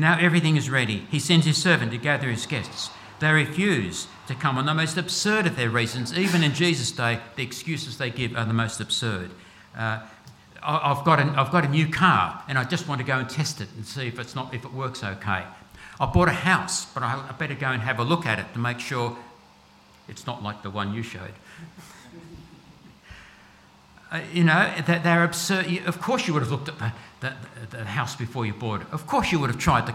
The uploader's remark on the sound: at all services of Helensburgh and Stanwell Park Anglican Church.